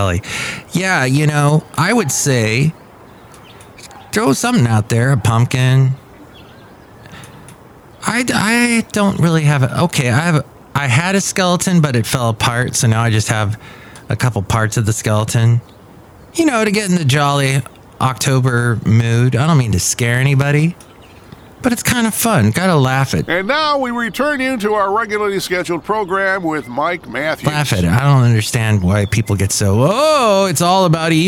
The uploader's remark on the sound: podcasts live from Café Anyway